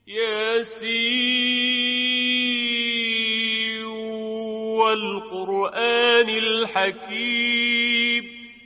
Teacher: یکی دیگر از موارد ادغام در روایت شعبه ادغام نون یاسین در واو والقرآن الحکیم هست که این ادغام اگر نظرتون باشه در روایت حفص اختلافی بود، یعنی در روایت حفص دو اش نقل شد، ادغام و اظهار، که اظهار مشهورتر است.